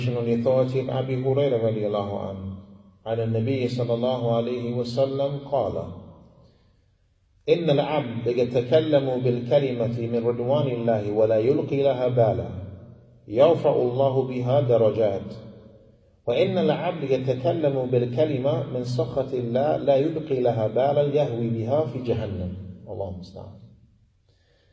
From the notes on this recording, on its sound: Lecture given at Masjid Nur Allah, Queens, NY